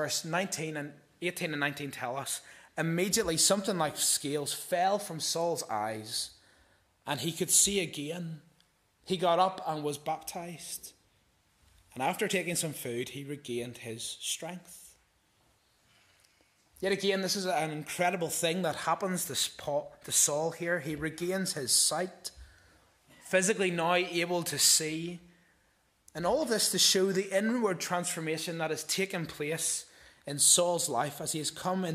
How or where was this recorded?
large echoing room